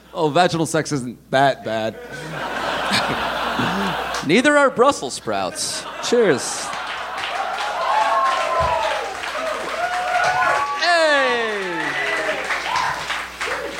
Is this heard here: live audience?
yes